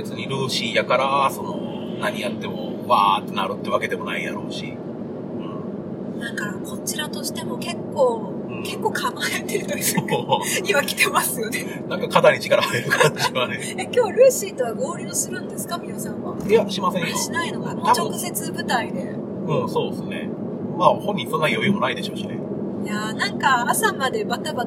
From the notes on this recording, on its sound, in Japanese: 高速道路走行中の車内での思い付き録音のため、音質が良くありませんがご了承ください